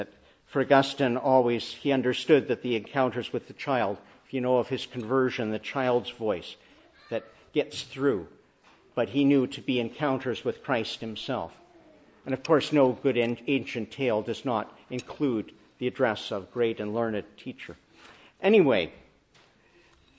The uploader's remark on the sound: Morning Service. Preached in the Annunciation of the Blessed Virgin Mary on Trinity Sunday.